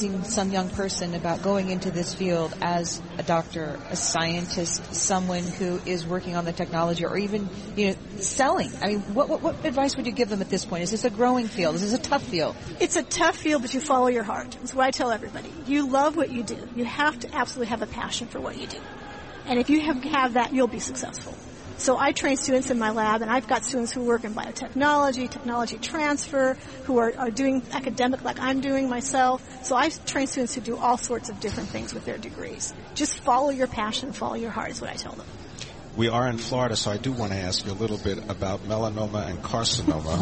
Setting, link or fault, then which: setting, busy venue